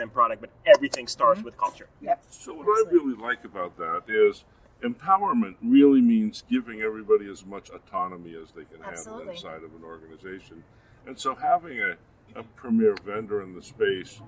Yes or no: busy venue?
yes